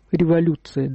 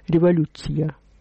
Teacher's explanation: Тогда говорили революция с мягким «ц». · Shown in: second take